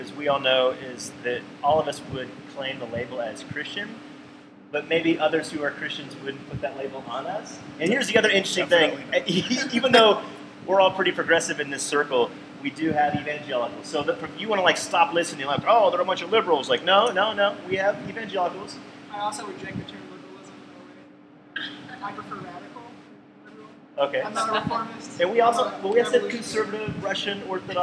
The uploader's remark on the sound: We recorded this episode in a large room with massive fans (#RookieMistake). We recorded this episode in a large room with massive fans (#RookieMistake).